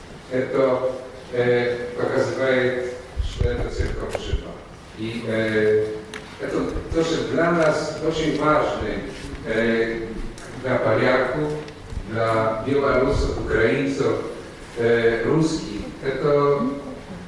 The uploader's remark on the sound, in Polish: nagrania z kolejnego wernisażu w Rosji, który odbył się w Muzeum Historii Religii w Sankt-Petersburgu